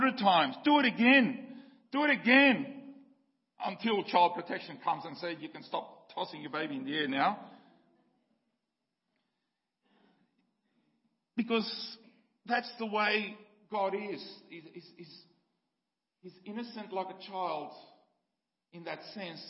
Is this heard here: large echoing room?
yes